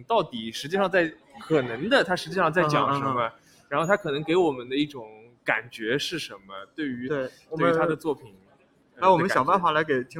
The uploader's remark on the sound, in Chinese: 我们从巴黎蓬皮杜中心的现场，和大家轻松畅谈所见所想。